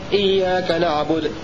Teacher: الإسكان ثم الإشمام بعده